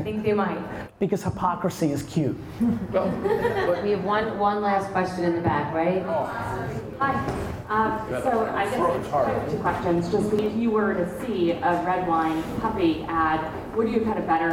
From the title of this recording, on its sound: Speaking On A Panel At Knotch